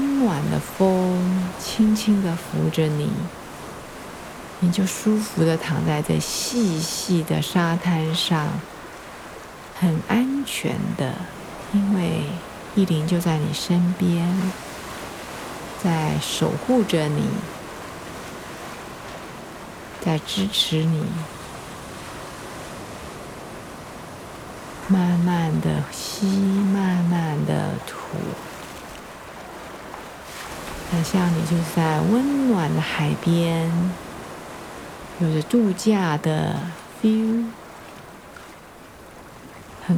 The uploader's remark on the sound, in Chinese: 在異國海邊 聽浪 看星星。帶著錄音設備，想像帶著您，一起到英吉利海峽邊，聽濤、聽風、看星辰。